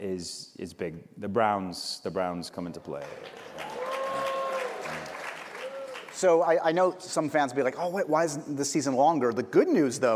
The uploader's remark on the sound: We went LIVE